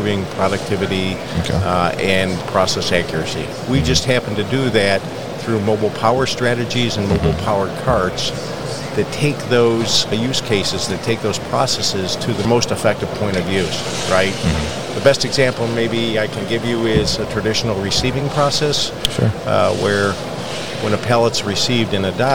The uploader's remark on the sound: Newcastle Systems at MODEX 2022